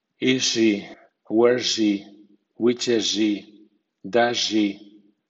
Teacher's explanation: Mutación de S a sh y de Z a j